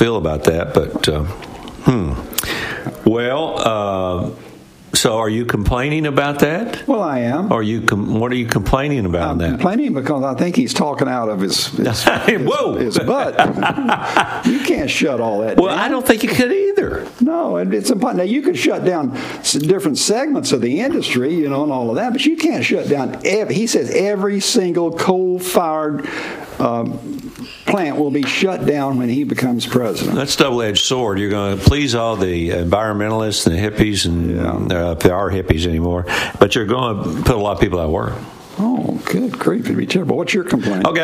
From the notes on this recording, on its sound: LIVE from the Bristol Motor Speedway!